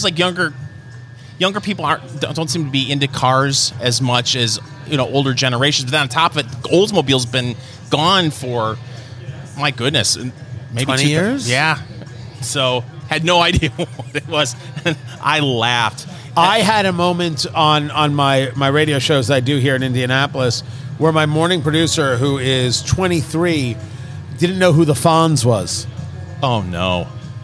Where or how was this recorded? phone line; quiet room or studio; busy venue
busy venue